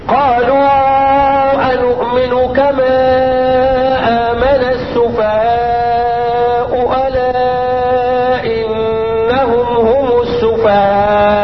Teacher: هو بيمد المد المتصل في حال الوصل 4 حركات